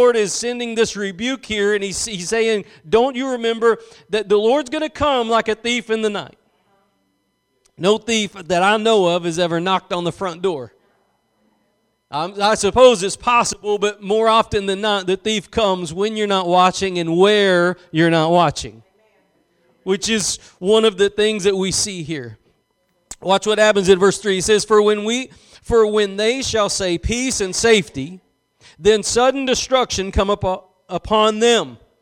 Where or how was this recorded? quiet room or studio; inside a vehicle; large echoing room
large echoing room